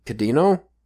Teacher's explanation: It's hard for me to say the R's in Japanese because it's between a L and a D, but sometimes it's still pronounced R